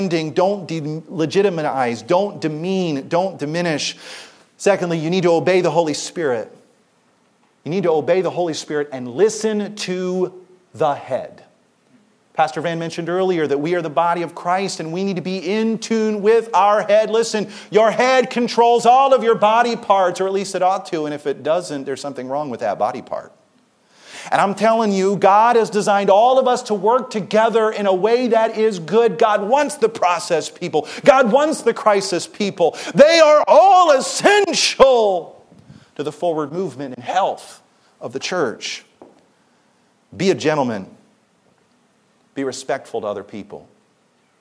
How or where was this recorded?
large echoing room